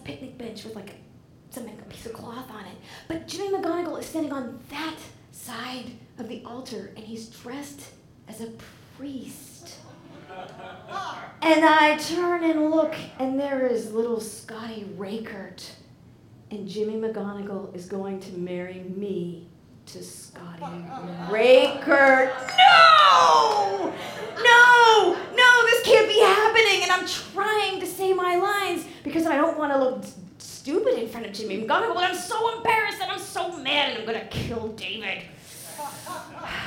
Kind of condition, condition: setting, live audience